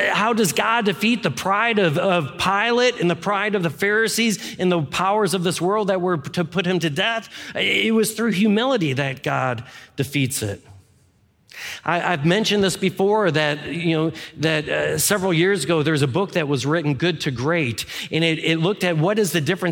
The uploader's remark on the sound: Any music performed live is performed under all appropriate licenses from CCLI. This is the core message from our live service on 2022-01-09.